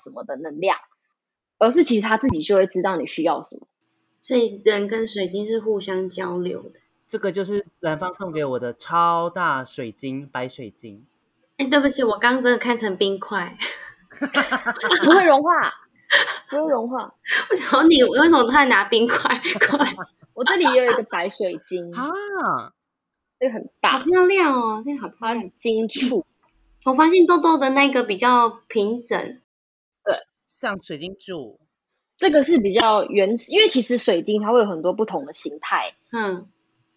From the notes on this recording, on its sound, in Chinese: 防疫期間遠端錄音，錄音品質稍不佳請見諒